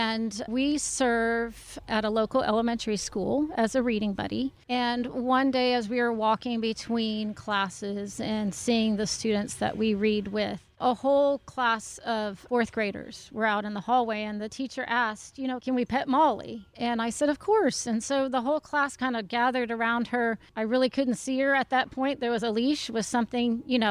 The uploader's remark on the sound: Recorded at Wheelers Western Outfitters